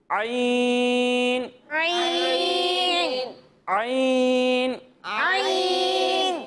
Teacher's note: جب ہم اس کی ادائیگی کریں گے تو اسے تا اور را کے مقابلے میں تھوڑا زیادہ کھینچیں گے اور اس کی آواز حلق کے درمیانے حصے سے آئے گی